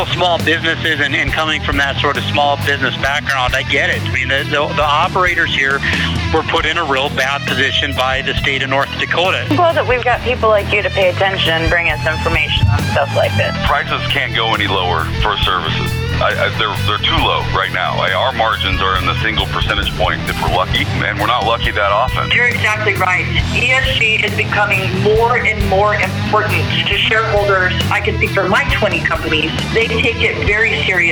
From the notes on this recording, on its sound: On the Swan Energy Phone Lines for an update from the Permian Basin.